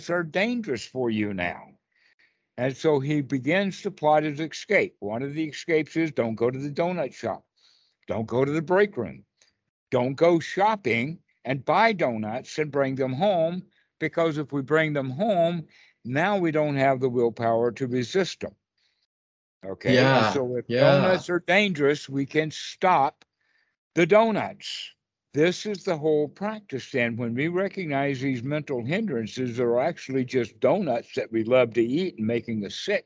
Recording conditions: video call